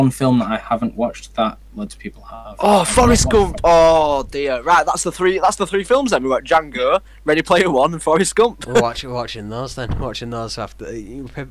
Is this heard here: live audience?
no